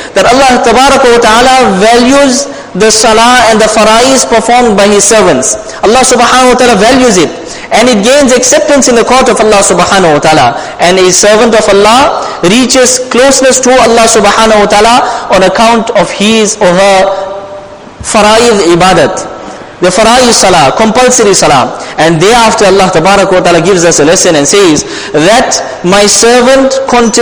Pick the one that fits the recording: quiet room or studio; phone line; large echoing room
large echoing room